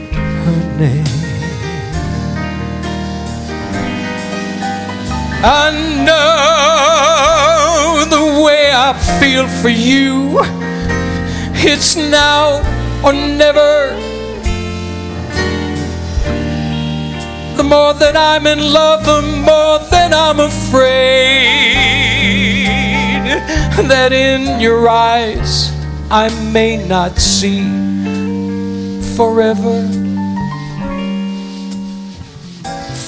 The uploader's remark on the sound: Live at the South Point Casino